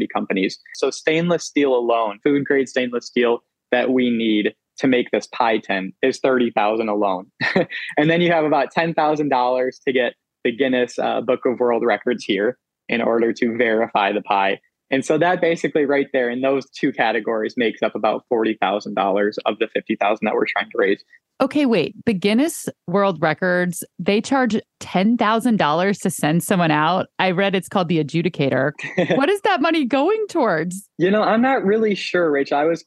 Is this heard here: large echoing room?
no